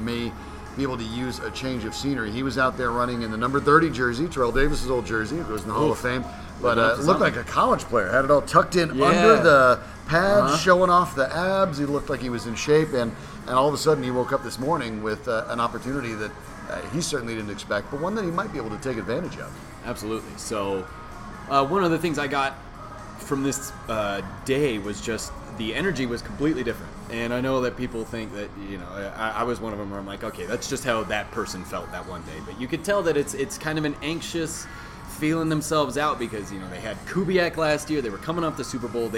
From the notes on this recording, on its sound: Recorded live at FanDraught in Parker, Colorado.